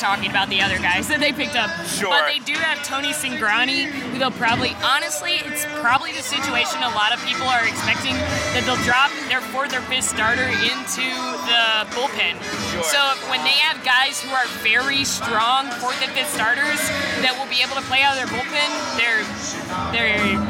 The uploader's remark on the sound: LIVE from Chicago. Took a Guaranteed Rate Field trip to record an episode live at a Chicago White Sox vs.